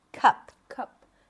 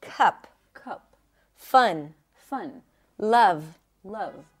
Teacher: So a cup sound is like a schwa sound, but it's always stressed. Therefore, it's going to be a little higher in pitch and a little longer. And the jaw is a bit more open.